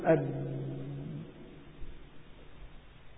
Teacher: النفس انحبس في الشفتين · Term: الشدة